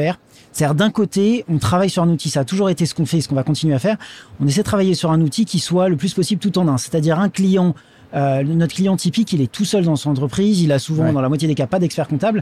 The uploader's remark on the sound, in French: en direct du salon Go Entrepreneurs